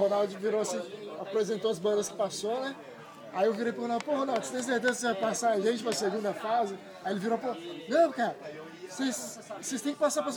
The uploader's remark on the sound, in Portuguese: Este episódio foi gravado na mesa do bar.